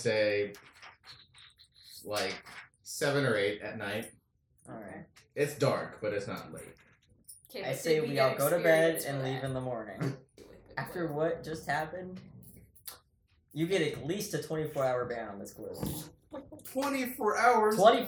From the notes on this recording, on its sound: First and foremost, this is a rough pilot. This is more of a proof of concept and there are several issues including audio issues, and small noises.